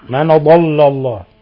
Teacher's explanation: ما فخمت اللام اللي بعد الضاد